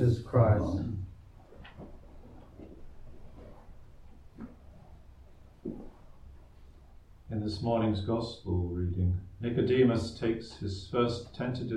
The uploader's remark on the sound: Recorded live at Southgate House on 17 April 2023.